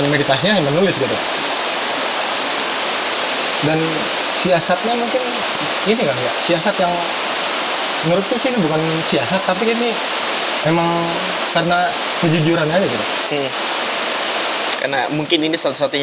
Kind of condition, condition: fault, background noise